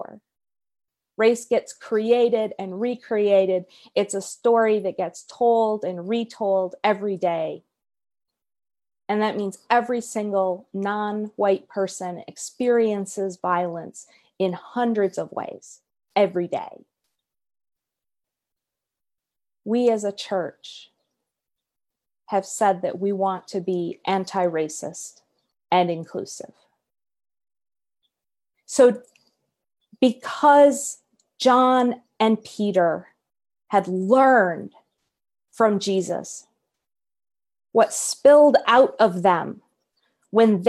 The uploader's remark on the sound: Our Zoom streamed service.